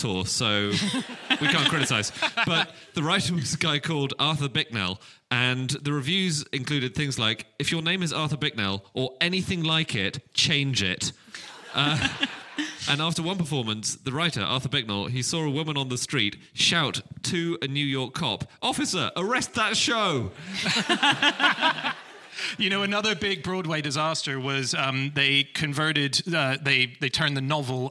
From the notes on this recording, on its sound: Live from Aberdeen